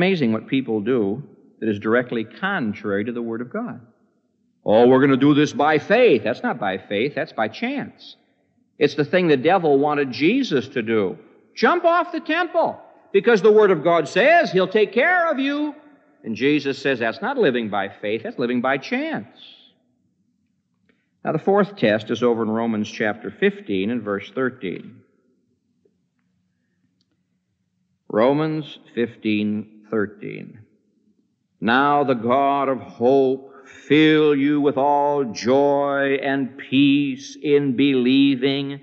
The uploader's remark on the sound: This message was preached on September 28, 1975, at the Moody Church in Chicago, IL